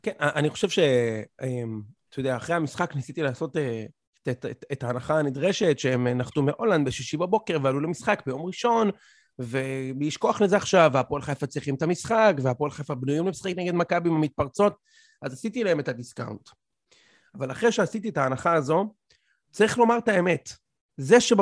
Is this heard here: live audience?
no